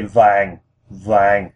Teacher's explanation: this is a falling tone, okay? So we say vang, vang, and our voice goes down